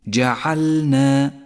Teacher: احذر من سقوط حرف اللام من اللفظ في كلمة جعلنا، جعلنا، وانتبه إلى توضيح اللام الساكنة كلما جاء بعدها حرف النون، جعلنا.